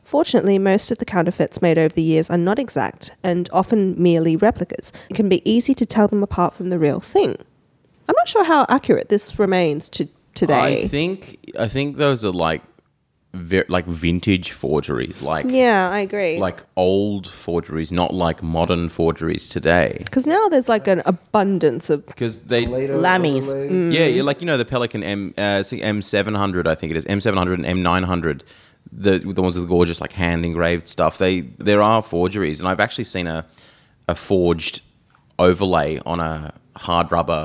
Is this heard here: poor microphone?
no